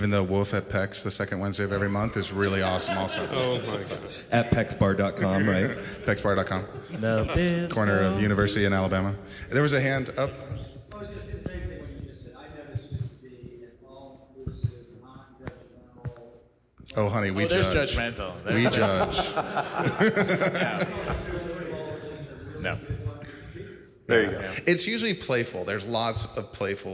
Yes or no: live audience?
yes